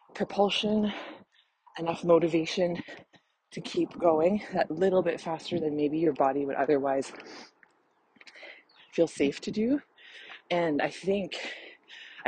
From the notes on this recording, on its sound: Please enjoy the heavy breathing and birds chirping as I was literally in the middle of a run when I decided I had to record this.